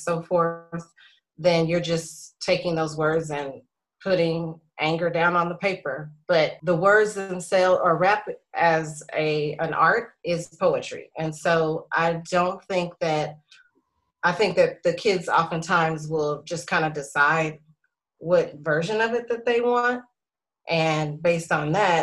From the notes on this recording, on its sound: Zoom with co-workers